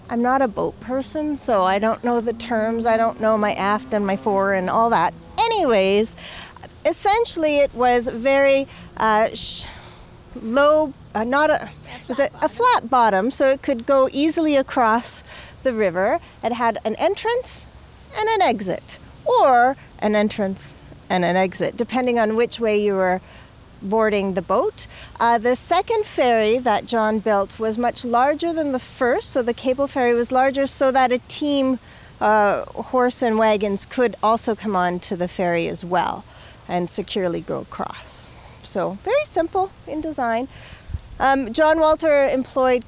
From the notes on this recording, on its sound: We take a live history walk into the river valley to examine the debris he found.